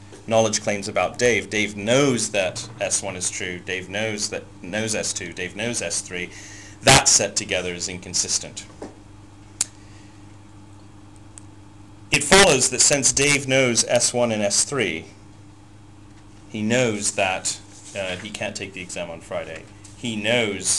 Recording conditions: distortion